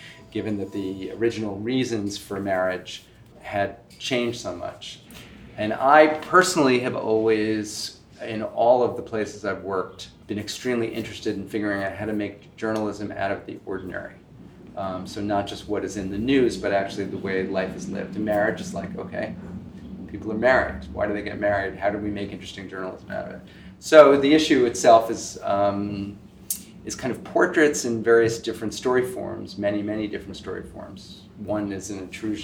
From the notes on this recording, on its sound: Recorded at the magCulture in London and at our New York MagMagMag popup. The episode starts in London.